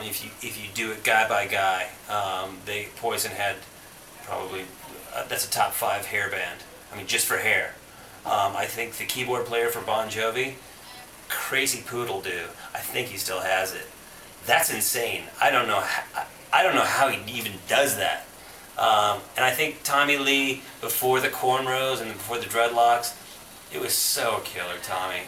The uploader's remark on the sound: Originally recorded at the House of Blues in House of Blues in Hollywood, CA on June 1, 2010